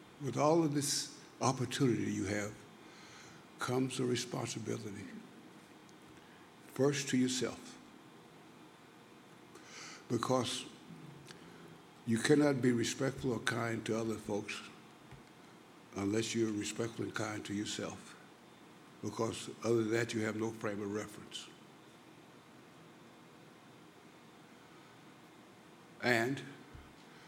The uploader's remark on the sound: recorded at the 2008 International Achievement Summit in Kailua-Kona, Hawaii